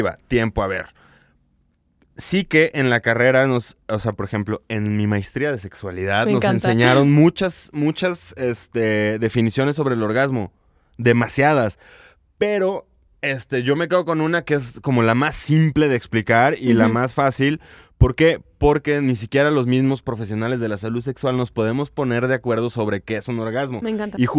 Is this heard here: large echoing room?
no